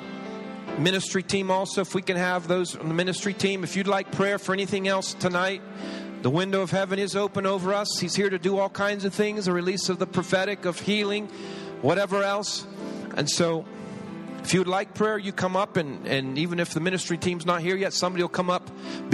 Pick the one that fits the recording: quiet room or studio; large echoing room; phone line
large echoing room